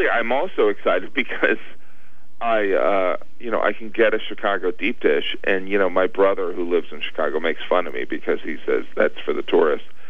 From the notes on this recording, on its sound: called in for a brief but entertaining chat with me